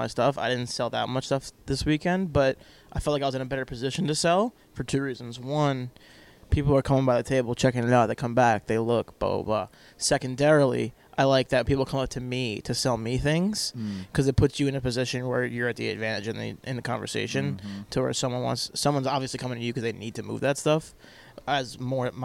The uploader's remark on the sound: Live From The Dallas Card Show